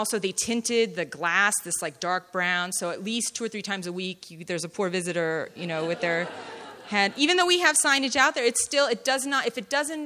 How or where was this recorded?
live audience